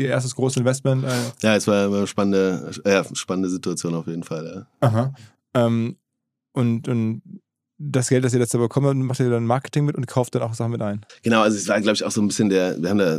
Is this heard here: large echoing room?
no